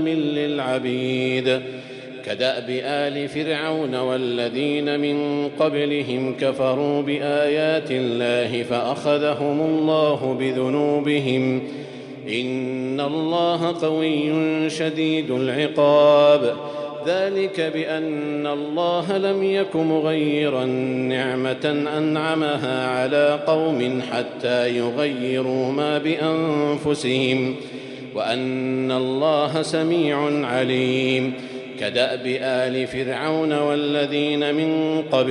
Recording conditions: large echoing room